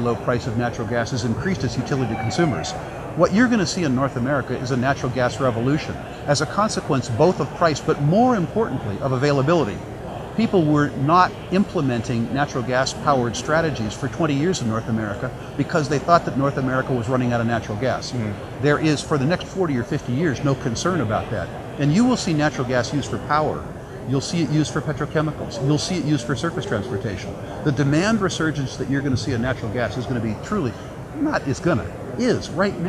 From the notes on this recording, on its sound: at the the recent World Resource Investment Conference